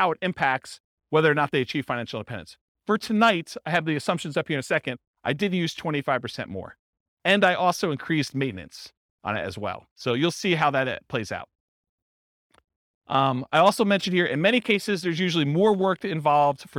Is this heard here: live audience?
yes